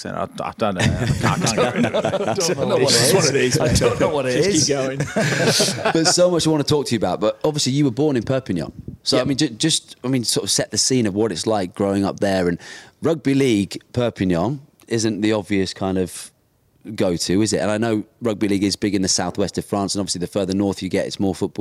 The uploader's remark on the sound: Live from Seven Brothers Brewery & Taproom in Salford.